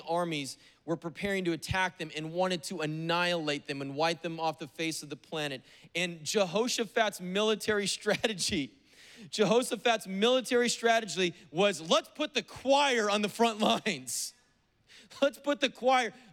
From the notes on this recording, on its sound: preached on September 19th at the 11:30AM service